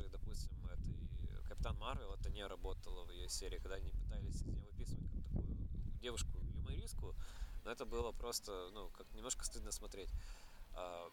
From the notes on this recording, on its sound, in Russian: Дисклеймер: в выпуске местами страдает звук из-за ветра!